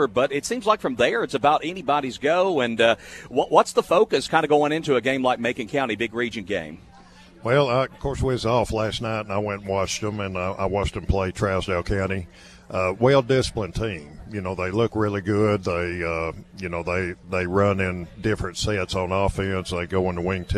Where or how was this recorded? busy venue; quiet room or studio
busy venue